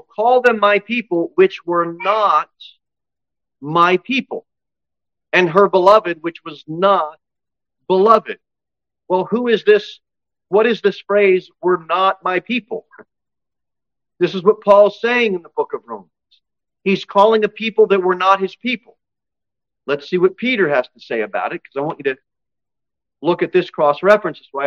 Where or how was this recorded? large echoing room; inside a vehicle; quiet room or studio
large echoing room